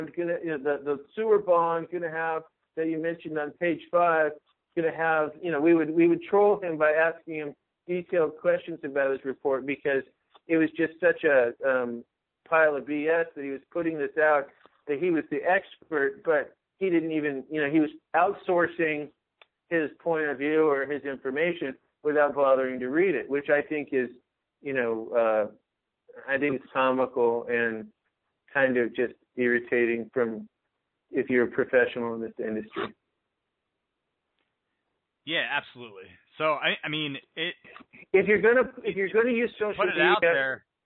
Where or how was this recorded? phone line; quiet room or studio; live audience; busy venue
phone line